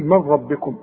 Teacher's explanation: النون تسقط لان بعدها راء، نقول من ربكم، اشبك الميم مع الراء.